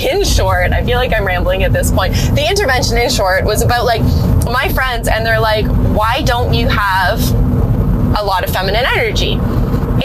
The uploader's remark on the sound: My first 'car chat' episode